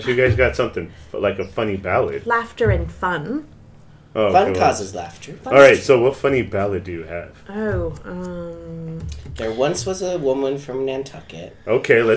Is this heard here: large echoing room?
no